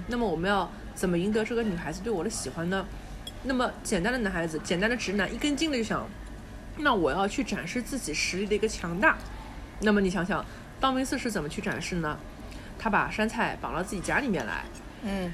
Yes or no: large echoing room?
no